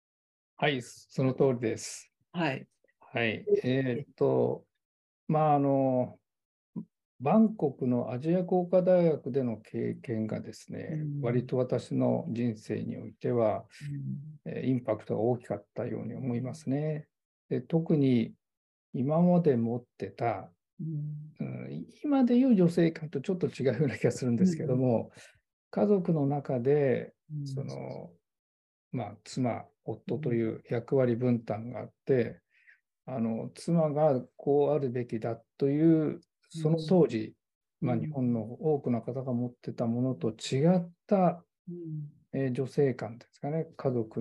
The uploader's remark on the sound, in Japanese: 収録場所： オンライン (Zoom)